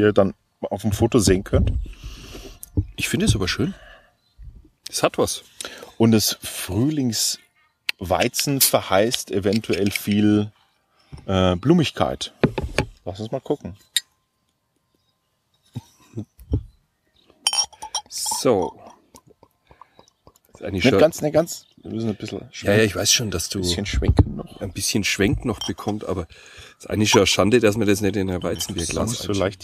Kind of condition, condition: setting, outdoors